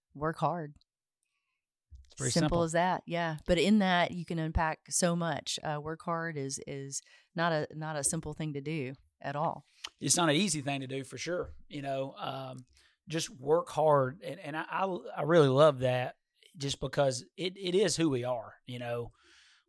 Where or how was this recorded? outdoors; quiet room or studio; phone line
quiet room or studio